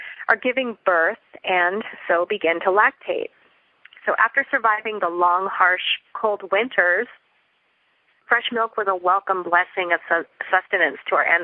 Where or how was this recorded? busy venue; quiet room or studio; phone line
phone line